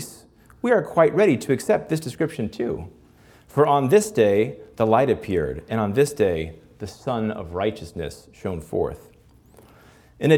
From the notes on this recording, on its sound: This Principles Live Lecture was broadcast from our annual Christmas at Christendom event. This Principles Live Lecture was broadcast from our annual Christmas at Christendom event for our President's Council benefactors.